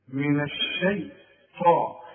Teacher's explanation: الطاء هي مفخمة، والطاء من أعلى الحروف المفخمة لأن بعدها ألف